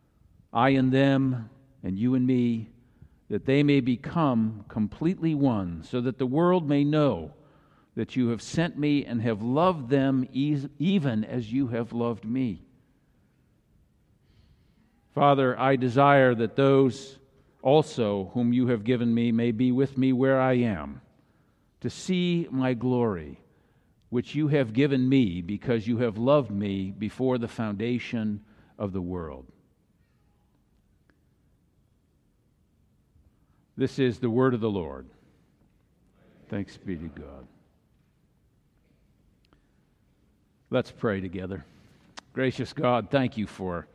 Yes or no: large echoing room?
yes